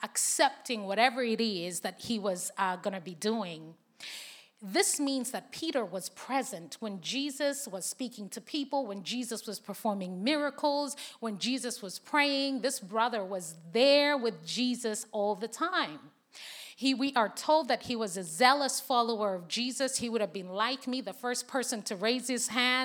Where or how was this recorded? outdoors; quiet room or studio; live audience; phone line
live audience